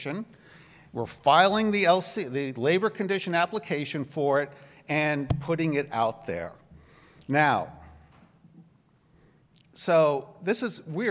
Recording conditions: live audience